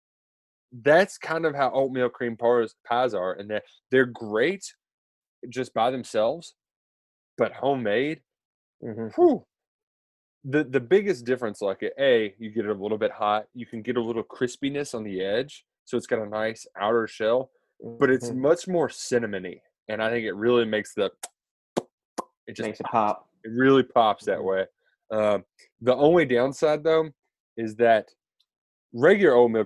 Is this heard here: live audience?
no